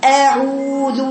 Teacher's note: الهمزه مفتوحه هاتي همزه مفتوحه قويه شديده